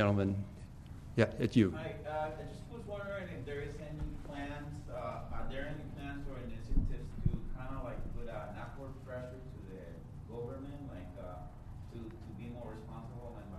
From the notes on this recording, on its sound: This program was recorded in front of a live audience at The Commonwealth Club on May 2, 2009.